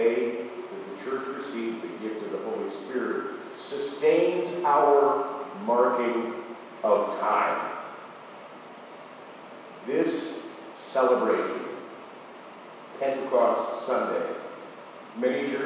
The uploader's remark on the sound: Apologies for poor audio qualify this week!